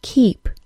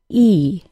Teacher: It's the vowel sound in the word keep. My tongue is held very high in my mouth during this sound · Term: long E